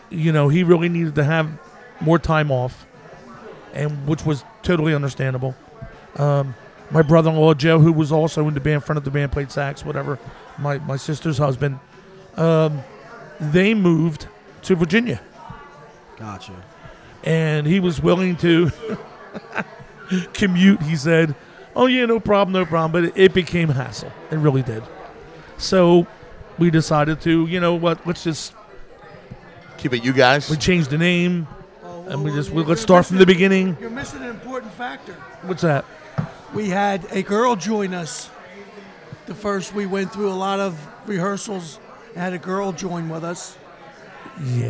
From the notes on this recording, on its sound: We go live at the Laughing Fox in Magnolia New Jersey.